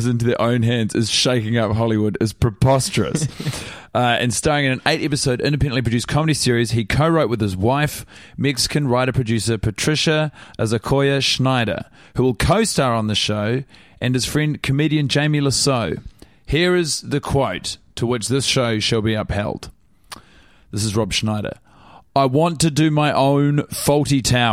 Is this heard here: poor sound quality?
no